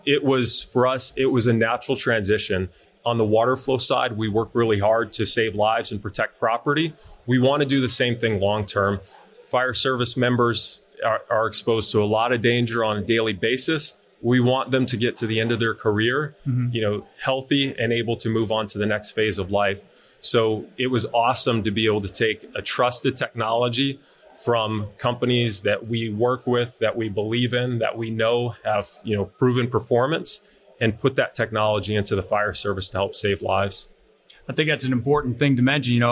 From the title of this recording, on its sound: Live at FDIC